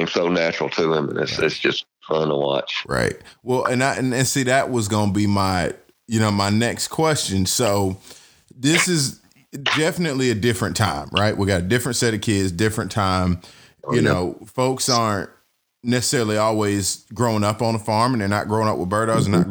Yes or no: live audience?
no